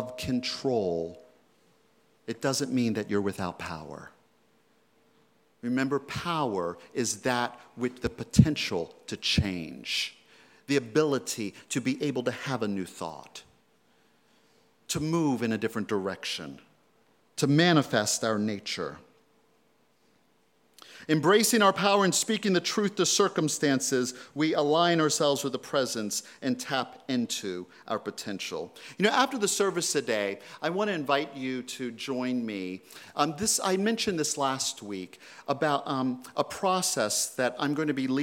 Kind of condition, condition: setting, large echoing room